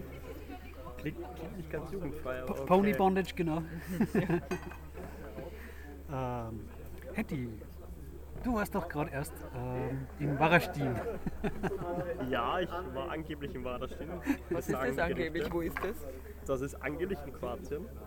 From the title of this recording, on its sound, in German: Live vom Hack Around the Clock